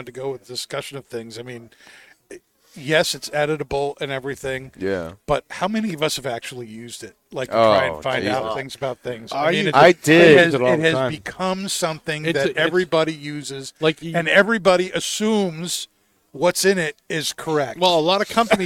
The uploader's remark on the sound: Recorded live from the 7-20-4 Lounge!